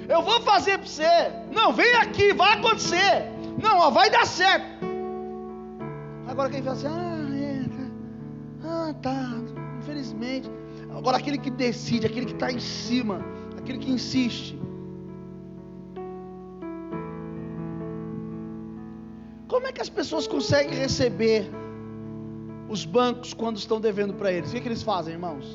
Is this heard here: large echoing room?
yes